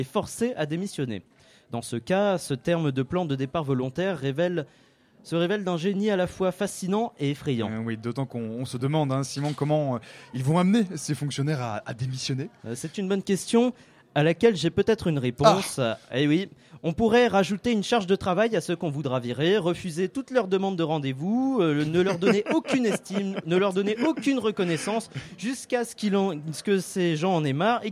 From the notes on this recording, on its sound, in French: Notre émission spéciale consacrée aux bandes de jeunes à Paris est réalisée en direct de la Maison des Métallos.